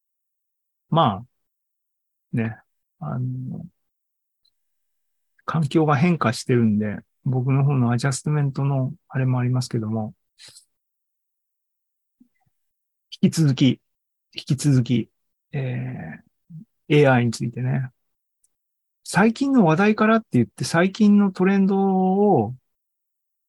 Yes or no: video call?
yes